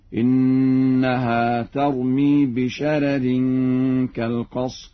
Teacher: يقرأ ورش بترقيق الراء الأولى هكذا: إنها ترمي بشرر كالقصر.